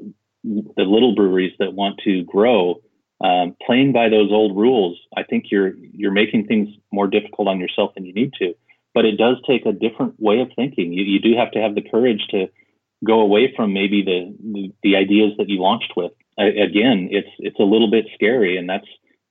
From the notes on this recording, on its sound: We caught up with him by phone